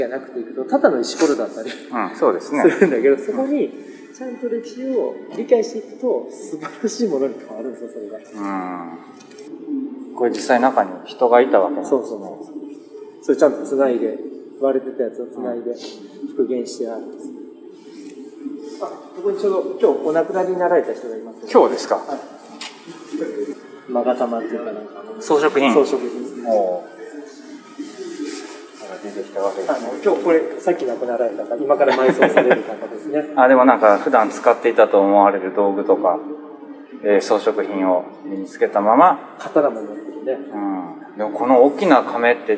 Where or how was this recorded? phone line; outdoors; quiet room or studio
outdoors